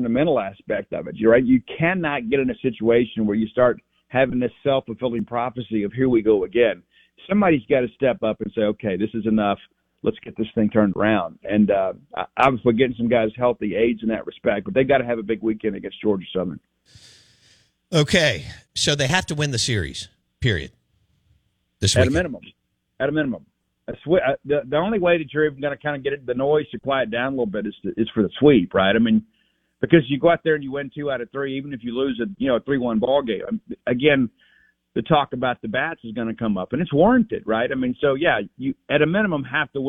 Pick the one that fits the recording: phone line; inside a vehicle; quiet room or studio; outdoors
phone line